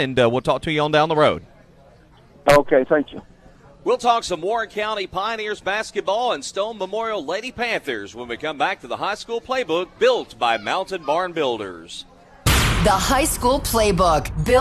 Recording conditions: busy venue